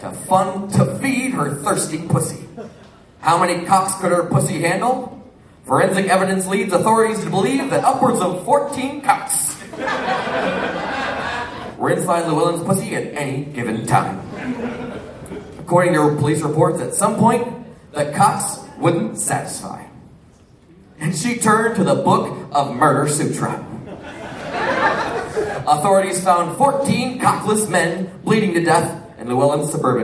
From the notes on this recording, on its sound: Recorded May, 25 2014, at the Waiting Room in Omaha as part of the Crom Comedy Fest.